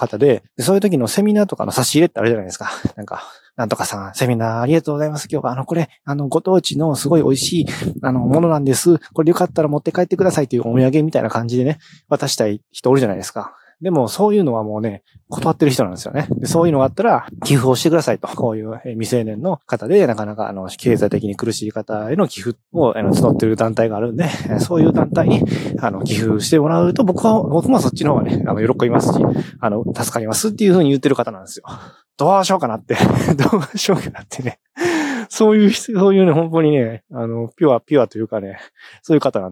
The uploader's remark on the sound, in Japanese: 風の雑音が多くてすみません